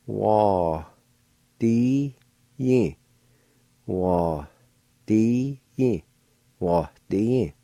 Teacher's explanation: right between the A and D, there'll be a faint H sound like this